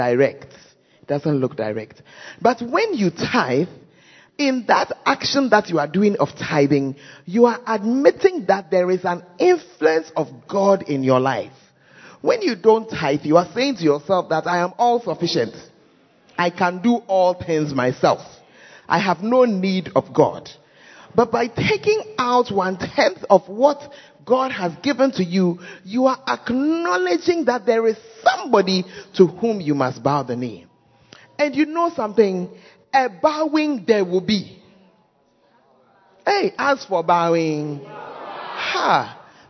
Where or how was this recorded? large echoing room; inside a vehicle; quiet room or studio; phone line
large echoing room